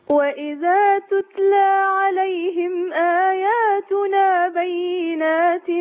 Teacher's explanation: عايزين التاء تاتي من طرف اللسان، لا تاتي من اقصى اللسان